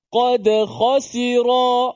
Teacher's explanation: Ada huruf yang tebal, qaf, dal nipis, kha tebal pula. Qad khasira.